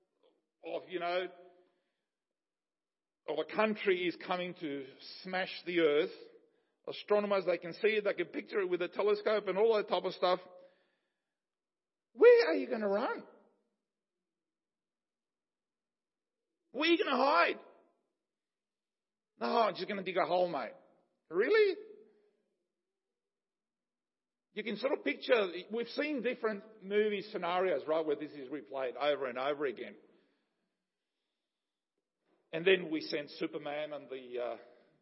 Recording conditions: large echoing room